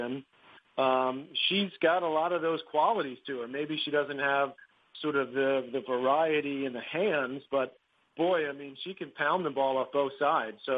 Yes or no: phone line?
yes